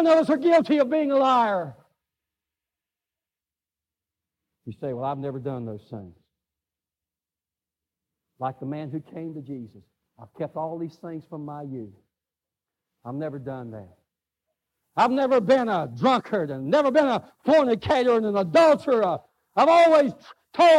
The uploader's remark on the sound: live service